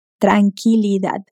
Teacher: Fíjate que la palabra tranquilidad se pronuncia muy diferente en español. La U de qui no se pronuncia y termina en D. entonces no le colocamos ninguna vocal.